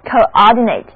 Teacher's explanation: 这个时候字母 a 要读作它的本音，单词的重音在第二个音节